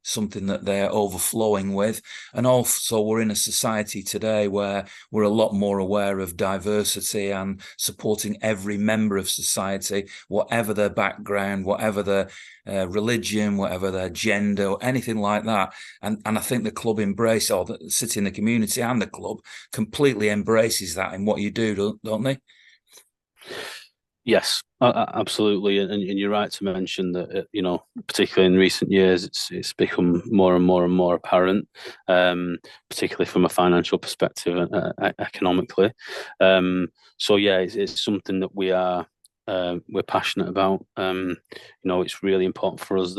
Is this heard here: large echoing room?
no